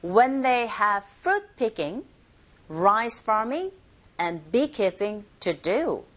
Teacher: 보통 쭉쭉쭉 쉼표 쉼표 쉼표 and something 이렇게 이어질 때는 억양 자체가 올라갔고 올라가고 올라가고 and 앞에서 내려가면서 발음하시면 됩니다.